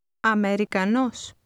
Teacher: Notice that the stress is on the end of the word.